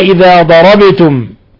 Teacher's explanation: قلقلنا الباء لسكونها ولأنها من حروف القلقلة الخمسة. إذا ضربتم في ميم ساكنة جاء بعدها الفاء أشد حالات الإظهار الشفوي.